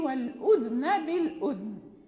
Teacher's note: بالأنف والأذن بالأذن، يعني الذال لأن القراء الآخرين يقرؤون والأذن بالأذن، فالإمام النافع يقرأ بإسكان الذال